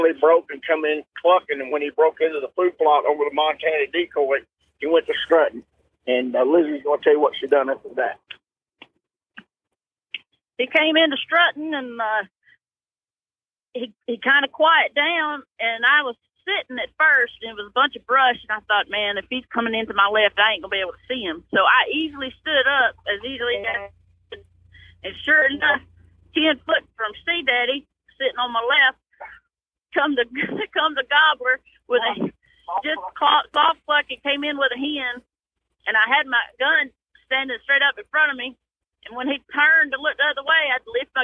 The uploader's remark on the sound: Call in from Kansas.